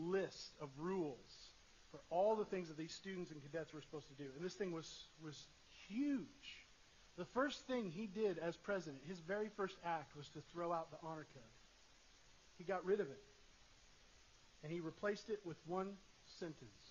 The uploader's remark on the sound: Sorry for the poor audio quality